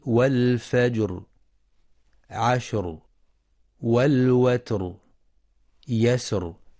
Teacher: فتفخم الراء في والفجر عشر والوتر يسر لسكونها بعد ساكن مسبوق بفتح